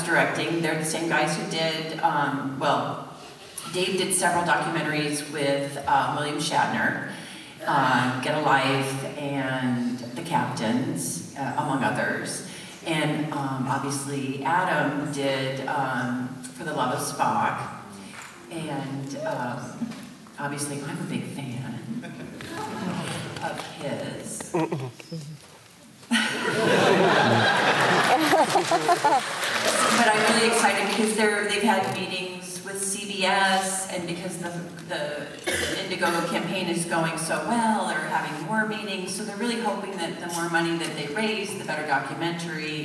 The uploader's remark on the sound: Live at Pensacon 2017